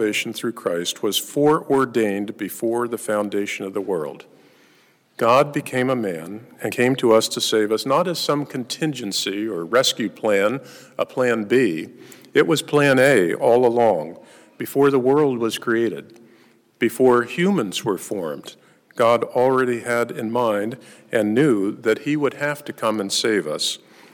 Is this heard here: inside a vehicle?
no